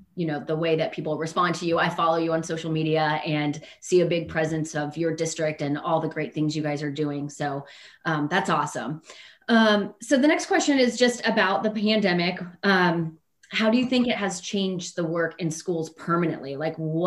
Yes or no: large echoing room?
no